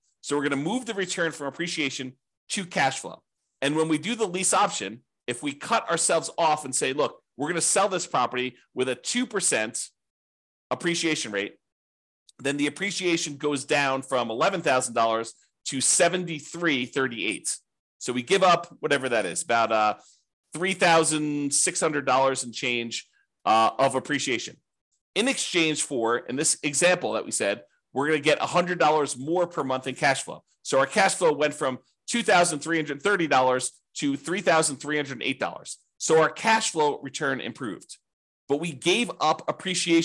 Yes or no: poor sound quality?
no